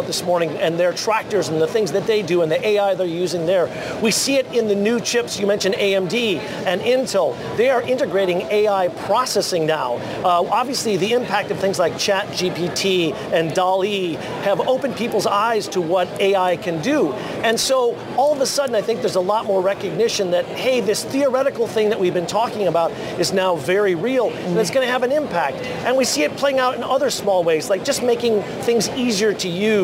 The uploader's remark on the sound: live from CES in Las Vegas